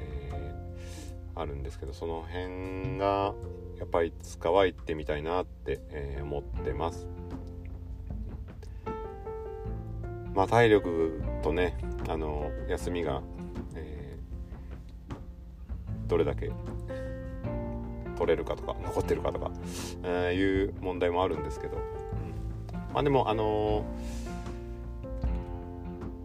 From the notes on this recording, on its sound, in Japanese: オンボロ軽自動車では騒音が激しい。IPhoneだけの編集でなんとかなるものなのか？とりあえず静かなところで少しだけ。